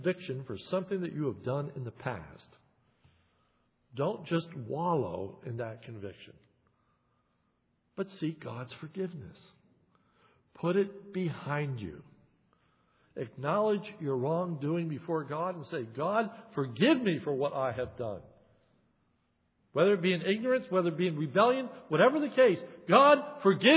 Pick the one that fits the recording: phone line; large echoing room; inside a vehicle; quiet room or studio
large echoing room